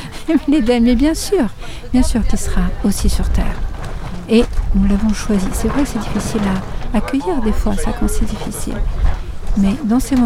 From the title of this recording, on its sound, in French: En Direct Du Bhakti Om Festival